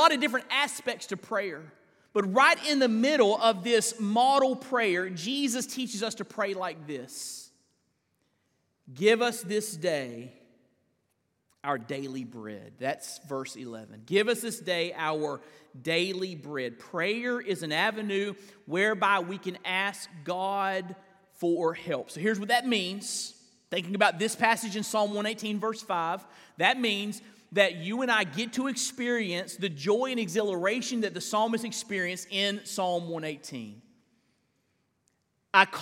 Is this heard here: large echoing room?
yes